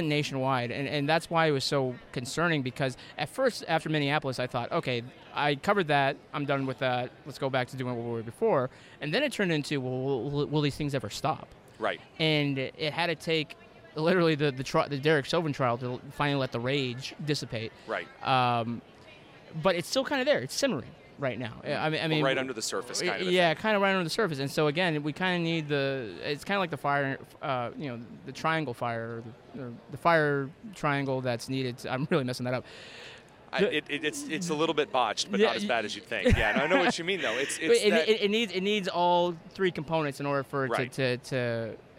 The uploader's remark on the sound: joined me at the Turning Point Action Conference in Palm Beach, Florida